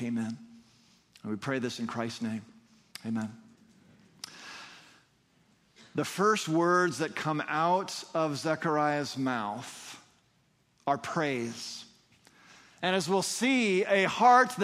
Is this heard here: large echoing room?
yes